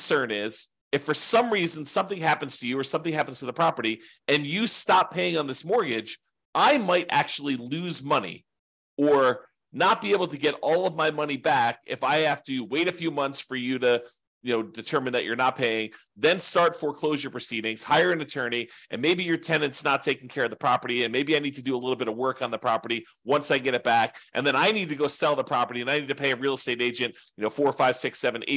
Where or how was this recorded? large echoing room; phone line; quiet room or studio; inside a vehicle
quiet room or studio